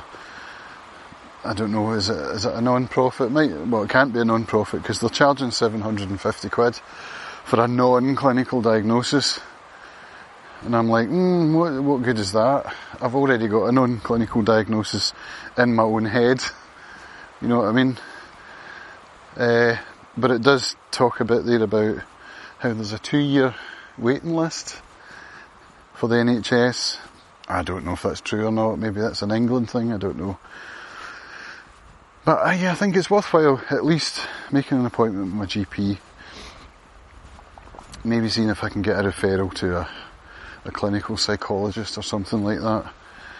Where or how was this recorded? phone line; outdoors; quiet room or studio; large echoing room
outdoors